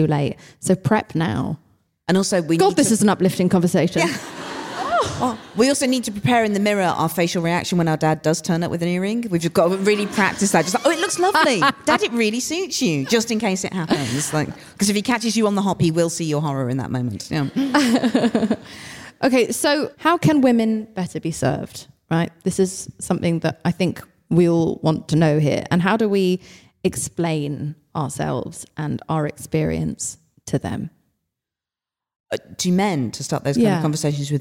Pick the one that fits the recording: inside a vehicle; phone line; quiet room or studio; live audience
live audience